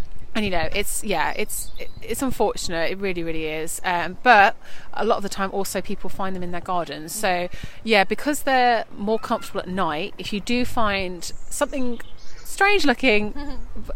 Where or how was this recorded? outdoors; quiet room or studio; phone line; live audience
outdoors